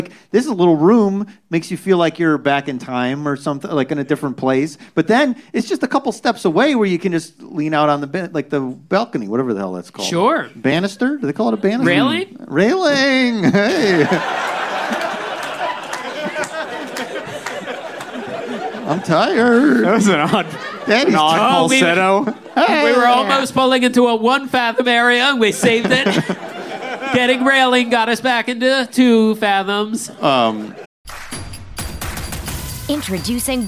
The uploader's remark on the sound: Recorded live at Dynasty Typewriter.